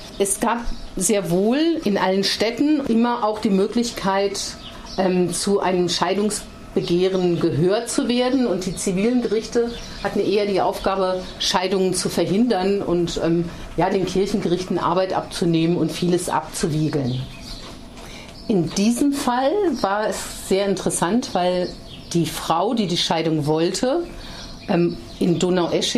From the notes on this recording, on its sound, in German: Führte durch die Straßen der Innenstadt und machte Station an Orten, an denen Frauen auf besondere oder auch ganz alltägliche Weise in Freiburg gewirkt haben. Ausschnitte aus dem feministischen Stadtrundgang aufgenommen.